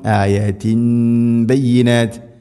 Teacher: അതാണ് ഇഖ്ലാബ്, മാറ്റി മറിക്കുക. തൻവീനിനെ ഇവിടെ മീമാക്കി മാറ്റുന്നു. അപ്പോൾ മണിച്ചുകൊണ്ട് ഉച്ചരിക്കണം